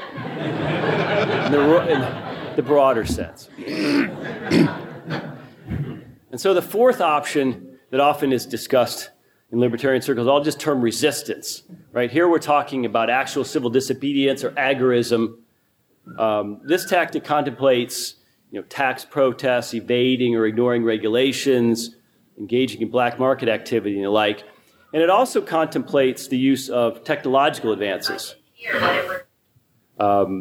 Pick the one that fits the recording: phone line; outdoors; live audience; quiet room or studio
live audience